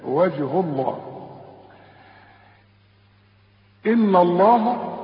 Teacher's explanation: وجه الله ما دام اله مضمومة بنفخم لفظ الجلالة · Term: لفظ الجلالة المفخم